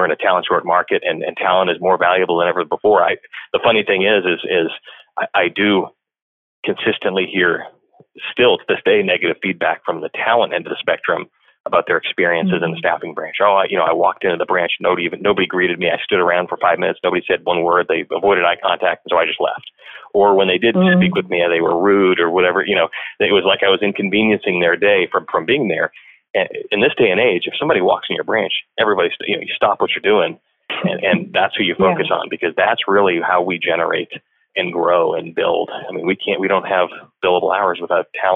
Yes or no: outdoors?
no